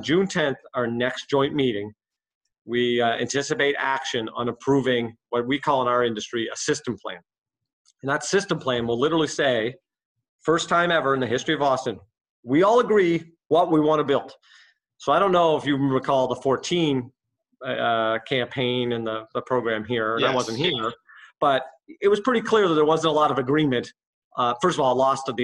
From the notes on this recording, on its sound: This episode was recorded remotely